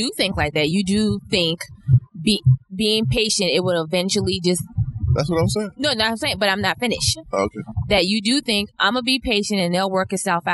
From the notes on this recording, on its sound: In the car through the rain going back to Atlanta.